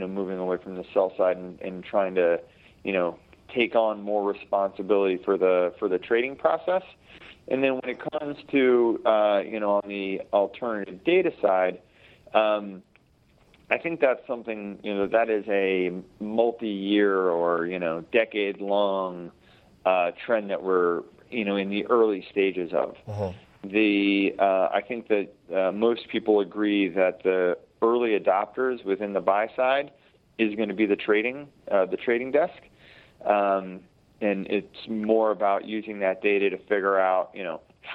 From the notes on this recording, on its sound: joins via phone